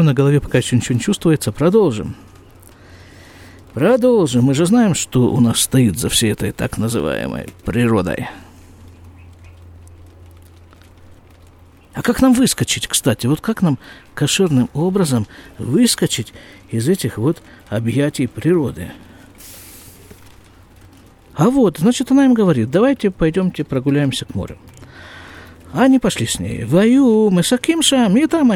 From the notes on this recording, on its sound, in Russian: Запись из сукки.